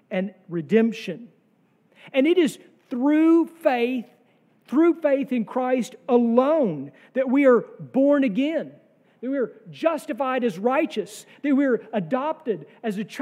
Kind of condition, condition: setting, large echoing room